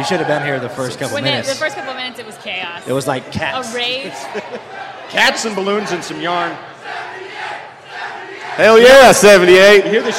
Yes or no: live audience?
yes